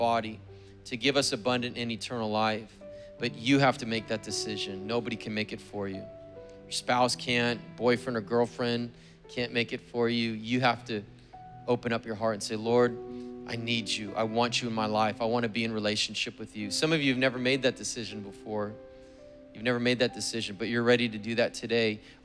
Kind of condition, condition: setting, large echoing room